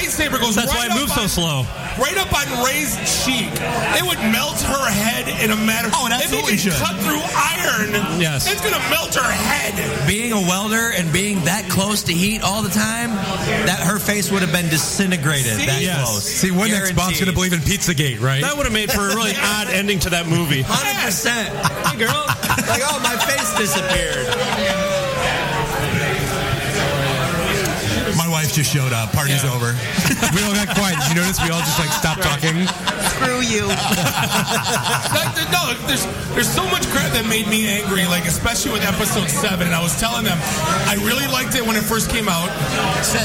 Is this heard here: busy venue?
yes